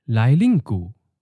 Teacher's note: Lai is in the ninth tone, lin is in the second tone, high falling, and gu is in the third tone, low falling.